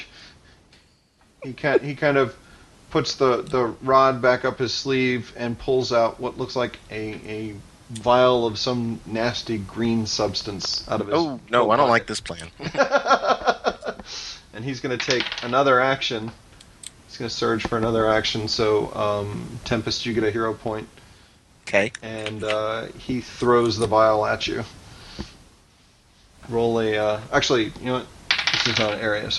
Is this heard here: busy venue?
no